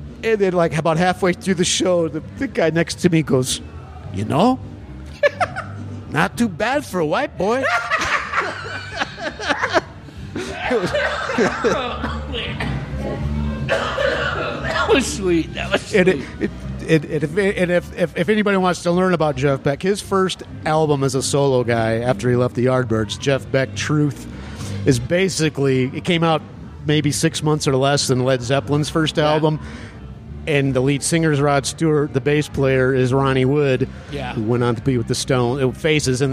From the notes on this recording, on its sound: This episode was recorded at The Raven Café in Prescott, AZ. This episode was recorded at The Raven Café in Prescott, AZ.